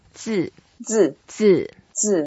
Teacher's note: 字 is the characters or the word. And it's a fourth tone, so we go down